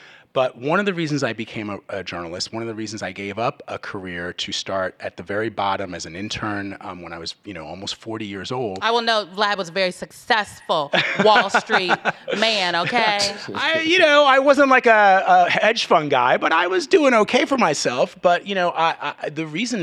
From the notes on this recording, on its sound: Beyond the Scenes LIVE at SXSW. In this live edition of Beyond the Scenes from South By Southwest in Austin, Texas.